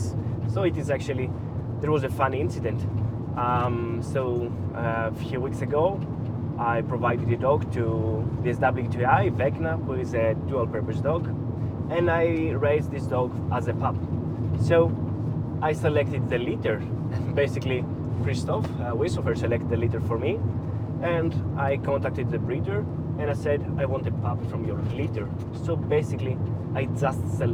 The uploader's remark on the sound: This time we get deeper into training topics while we were driving through Athens and the countryside to have our last day at a three day seminar about SAR dog training.